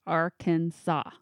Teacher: The A in each syllable with the Italian sound and the accent on the first and last syllables.